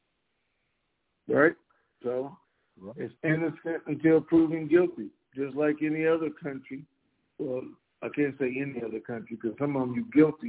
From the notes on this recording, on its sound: TNTSuperfantastic Conference Call - Friday, October 28, 2022